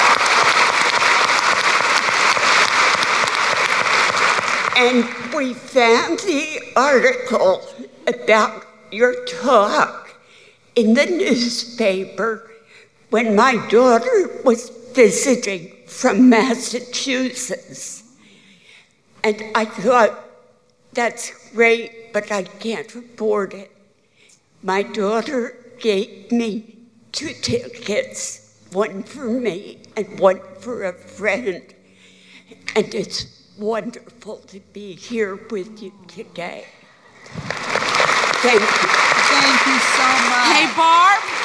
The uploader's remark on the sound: LIVE conversation. With an audience Q&A.